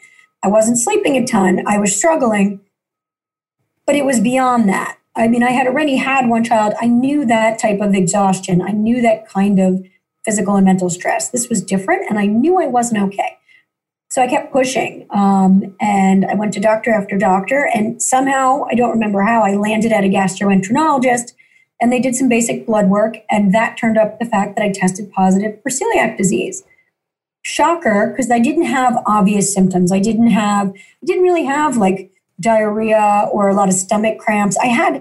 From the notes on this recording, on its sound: joins me via Zoom.Us